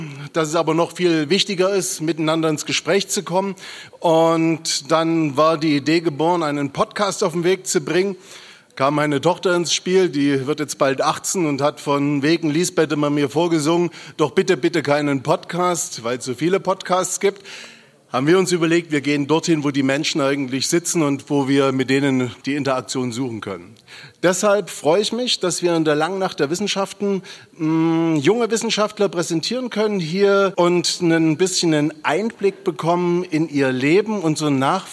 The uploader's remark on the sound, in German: Live aufgenommen von Johannes Gerstengarbe ( Ballroom Studios ) im Kulturpalast Dresden. Die Podcast-Episoden werden während besonderer Anlässe wie der Zusammenkunft des Oberbürgermeisters mit den Preisträgerinnen und Preisträgern des DRESDEN EXCELLENCE AWARD aufgenommen.